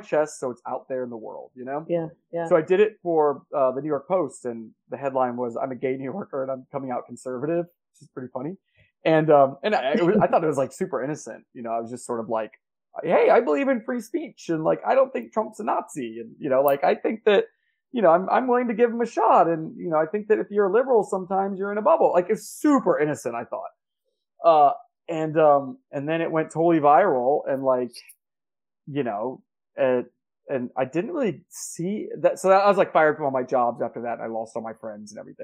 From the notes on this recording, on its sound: Unfortunately the mic quality is low in this interview, on account of a tech mishap.